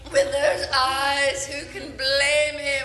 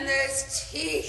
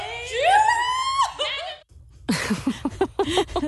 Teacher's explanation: some of the words, like the syllables, get drawn out, like the way you say eyes, blame, even teeth in this clip.